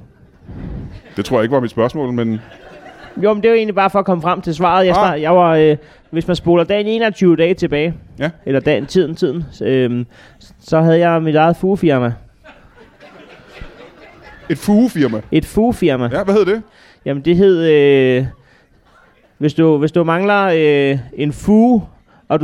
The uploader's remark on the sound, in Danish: LIVE fra Ramsømagle